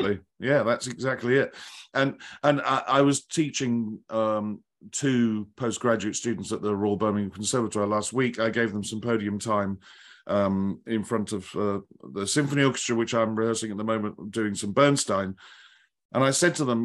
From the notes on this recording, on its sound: This interview was recorded on 24th October 2022 via Zoom.